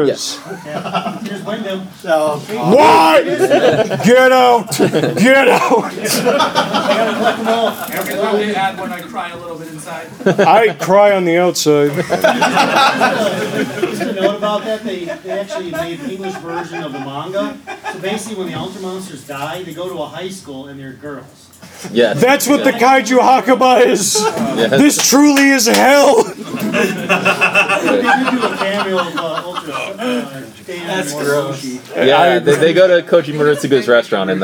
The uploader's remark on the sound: Live Panel at G-Fest 2019